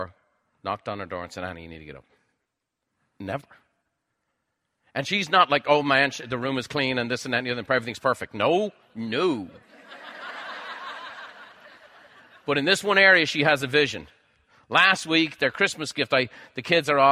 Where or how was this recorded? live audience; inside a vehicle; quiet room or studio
live audience